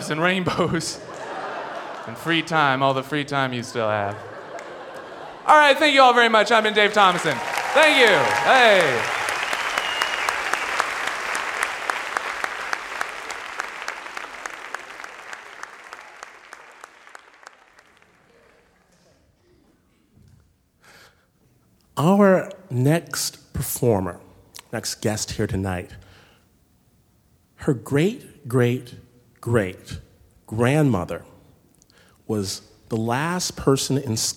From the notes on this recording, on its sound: As they unveil their darkest secrets before a screaming audience at San Francisco's Brava Theater. Snap Judgment, LIVE!